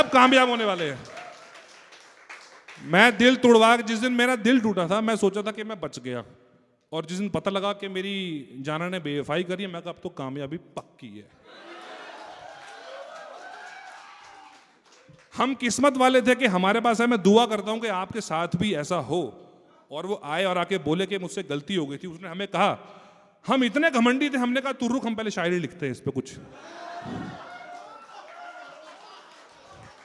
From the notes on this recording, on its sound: This was the live performance in Jaipur. Audience was going berserk.